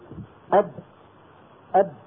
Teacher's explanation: اصطدمت الشفة العليا بالشفة السفلى فسمعنا صوت الباء